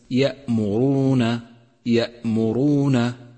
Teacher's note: فخم الراء في كلمة يأمرون يأمرون لأنها مضمومة